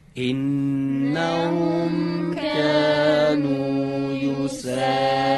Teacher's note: قرار شد سین نازک بخونی. یسا میشه صاد، یسا سین هست، یسارعون.